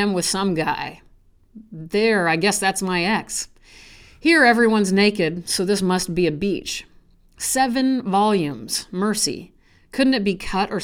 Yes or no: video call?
no